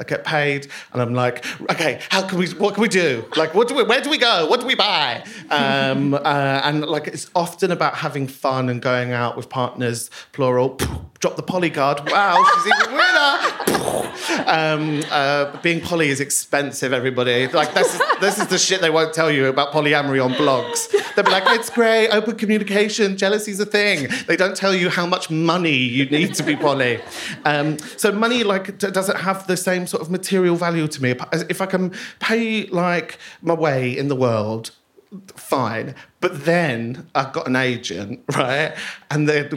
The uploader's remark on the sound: Recorded live at the Boulevard Theatre in SoHo.